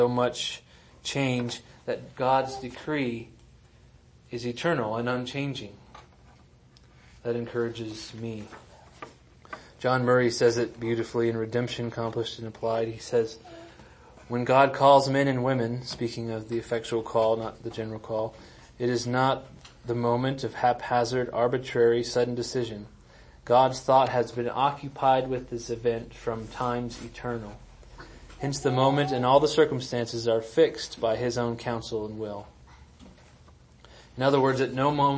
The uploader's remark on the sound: Sermons and audio recordings of Trinity Reformed Church in New Castle, Colorado.